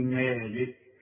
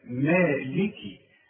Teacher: تسكنها إذا وقفت، تقول مالك، إنما إذا وصلت اكسر الكاف